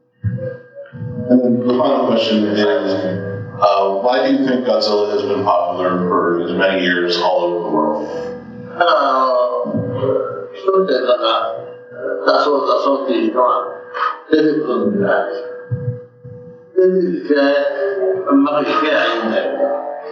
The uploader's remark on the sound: LIVE Panel. At Days of the Dead Con!! The audio for this is a little rough, as the convention did not have a proper set up to accommodate some of the recording hardware.